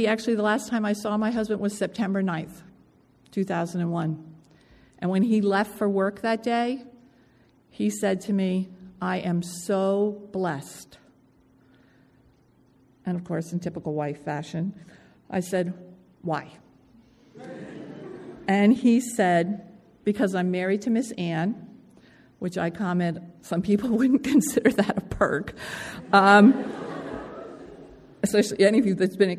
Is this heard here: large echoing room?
yes